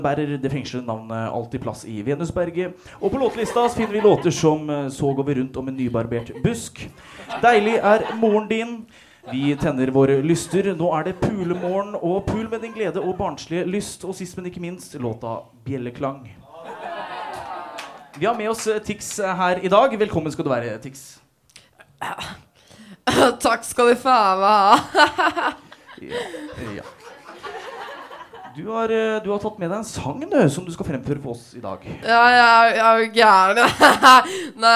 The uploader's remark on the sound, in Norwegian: Programmet som er først ute med nest siste nytt går live fra Chateau Neuf.